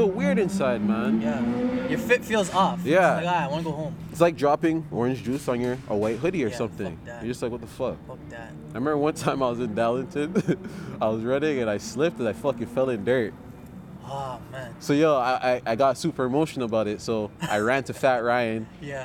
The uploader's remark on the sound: outside edition